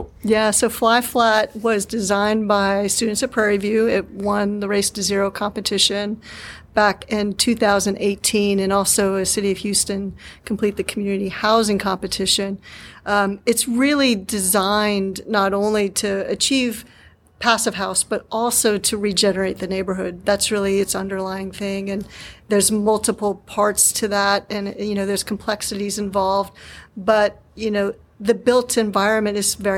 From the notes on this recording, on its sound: In this special bonus episode recorded at the PhiusCon 2023.